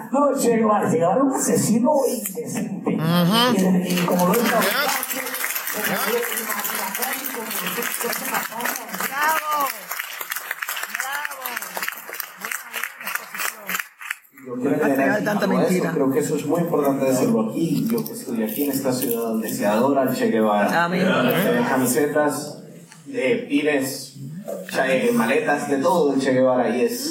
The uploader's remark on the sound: This episode features a Q&A session at Harvard University.